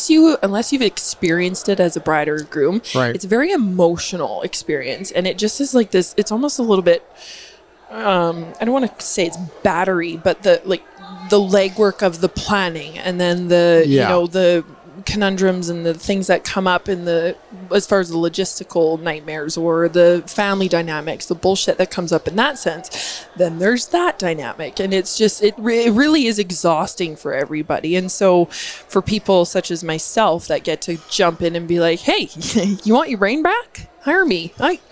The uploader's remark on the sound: This podcast episode was recorded live at GO WEST® 23 and produced by Road 55 . Canada's Event For Event Professionals.